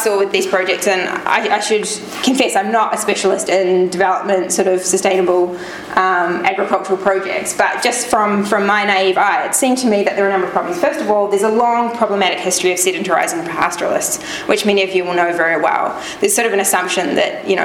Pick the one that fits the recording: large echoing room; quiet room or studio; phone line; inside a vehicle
large echoing room